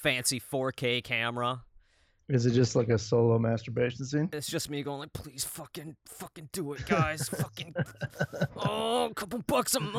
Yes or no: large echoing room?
no